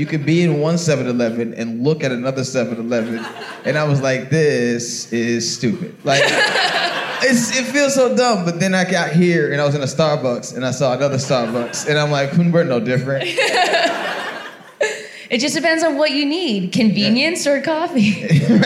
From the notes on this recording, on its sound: live from the Moontower Comedy Festival